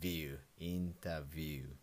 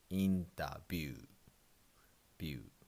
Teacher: in English there's a V sound, view, interview. But in English, uh, sorry, in Japanese, we pronounce B sound